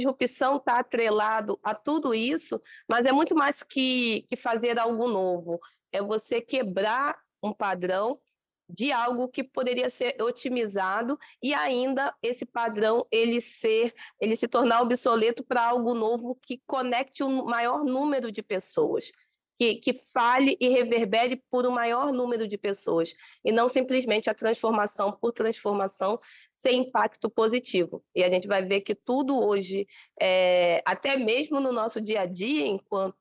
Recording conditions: video call